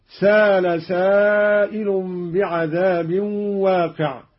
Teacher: قرأ قالون بدون همز، هكذا سال سائل بعذاب واقع.